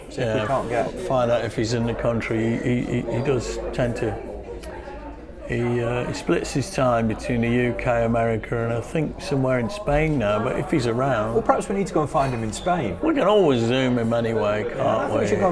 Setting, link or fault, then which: setting, busy venue